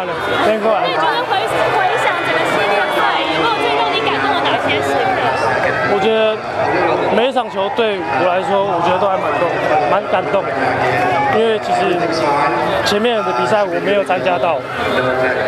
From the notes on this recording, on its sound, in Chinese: 這次我們前往天母棒球場，帶大家感受第七戰的現場第一視角